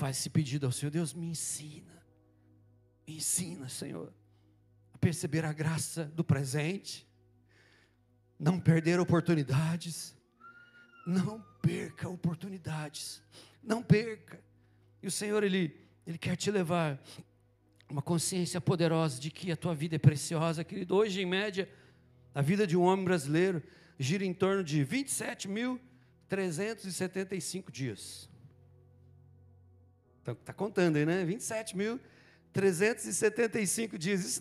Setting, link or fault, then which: setting, large echoing room